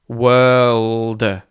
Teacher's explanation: effectively, the vowel sound is er, and then you have that W at the start, were, and then ld, world. So, yeah, just think w-er-l-d with no r, world.